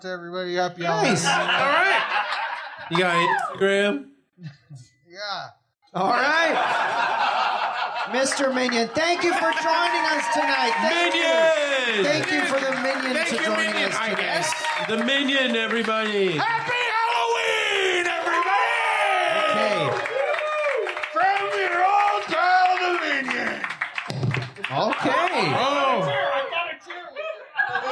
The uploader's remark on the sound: Evil Men Live: A Halloween Frightmare! In front of a sold out crowd at Comedy Bar in Toronto. NOTE: There is a bit of a microphone buzzing noise for the first 15 minutes or so of the episode.